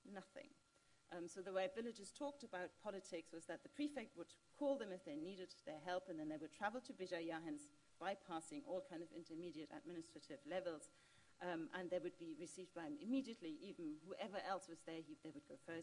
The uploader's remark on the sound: This event is the Malinowski Memorial Lecture 2019.